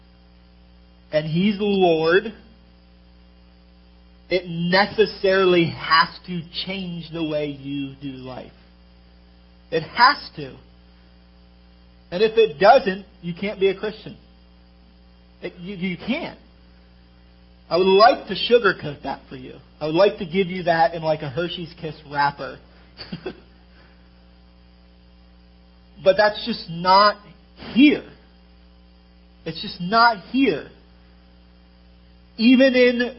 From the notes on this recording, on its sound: Minor audio distortion clears up around the 23rd minute of the sermon.